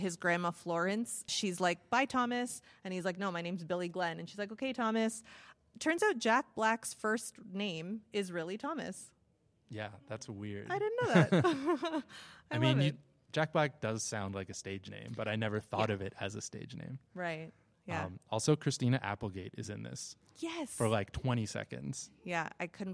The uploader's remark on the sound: Repodcasting is back with a brand new LIVE EPISODE! Recorded on site at Calgary Expo.